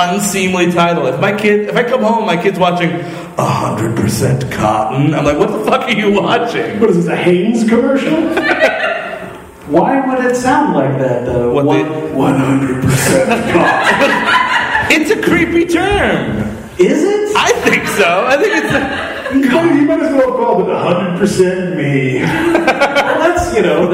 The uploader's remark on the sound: (LIVE). Recorded live (poorly) at the People's Improv Theater in New York City.